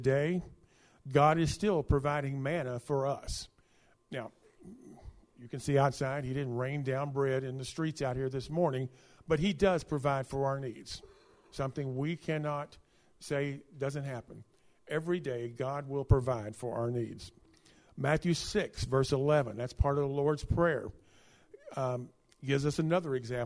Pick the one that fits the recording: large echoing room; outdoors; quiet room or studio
large echoing room